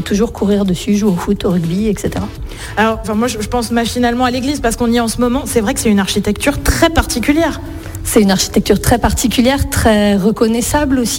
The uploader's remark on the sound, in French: en direct du site LeCorbusier de Firminy